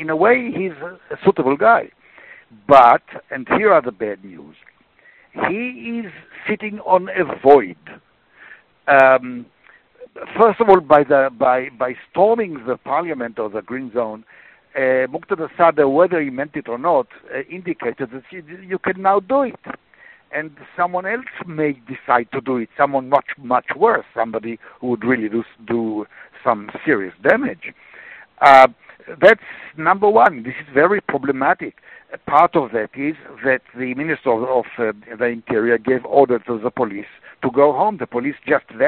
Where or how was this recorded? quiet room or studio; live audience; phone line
phone line